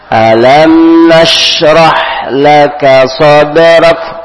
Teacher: Perhatikan di sini ada huruf mim sukun ketemu nun. Hukumnya izhar syafawi. Jelas, naam, di bibir tanpa dengung